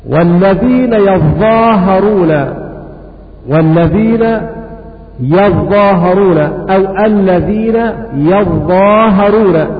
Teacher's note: بتشديد الظاء وتخفيف الهاء